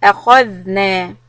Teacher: For letter dal with the sukoon, hold the sound a little bit so it doesn't bounce.